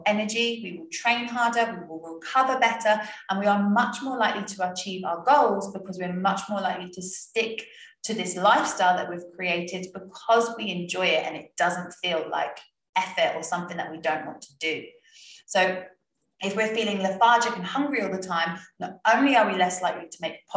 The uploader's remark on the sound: Last week I recorded a webinar for my members about the basics of nutrition. You won't get to see my animated face, but I thought releasing the audio would help.